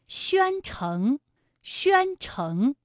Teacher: 宣城的宣字就是一个前鼻音，有前鼻韵母渊，城是后鼻音，有后鼻韵母嗯